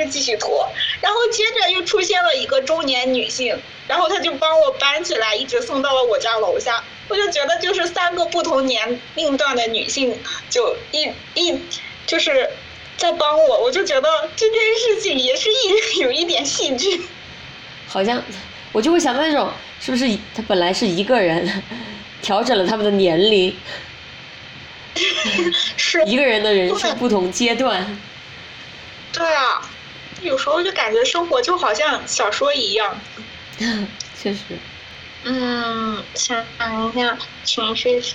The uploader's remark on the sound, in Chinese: 录这期的时候因为隔音原因背景音会有警铃声。也不知为何这期录制我和嘉宾的声音是一个完全左声道一个完全右声道，并且有些许没有办法剪辑掉的笔记本发动机的杂音。